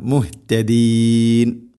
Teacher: വമാ കാനു മുഹ്തദീൻ, വമാ കാനു മുഹ്തദീൻ. മുഹ് ഹഇൻ്റെ മഹ്റജ് തൊണ്ടയുടെ താഴെ ഭാഗമാണ്